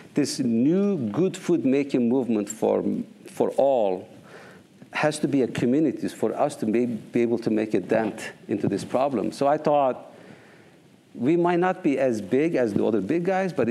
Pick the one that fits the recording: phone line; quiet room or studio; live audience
live audience